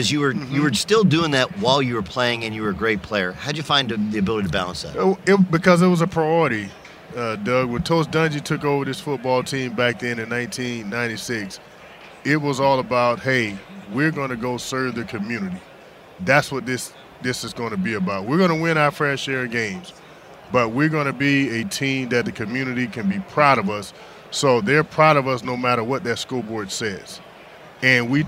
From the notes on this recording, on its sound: live from Radio Row at Mandalay Bay in Las Vegas